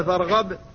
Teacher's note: قلت فإذا فرغت فانصب وإلى ربك فارغب، فارغب أظهرتها تمام الإظهار، وقلقلة هنا ظاهرة جدا لأن المقلقل ساكن في الوقف